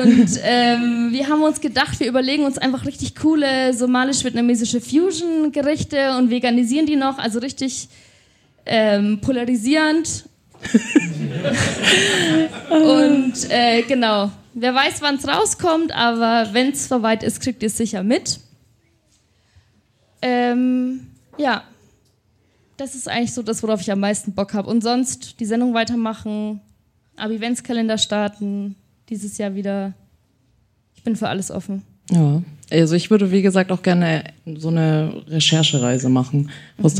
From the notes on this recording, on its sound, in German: Das erste Mal Podcast-Brause live – und dann gleich ein voller Erfolg! In einem ausgebuchten Afterwork.